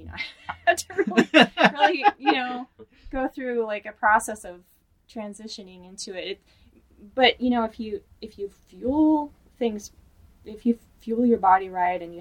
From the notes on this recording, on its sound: Note: this episode features a single microphone due to logistical difficulties. We apologize for the audio quality, but we will return to our usual microphones soon!